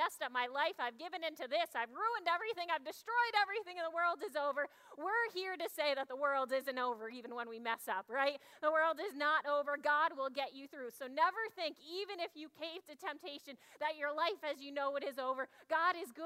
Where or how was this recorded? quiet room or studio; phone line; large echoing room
large echoing room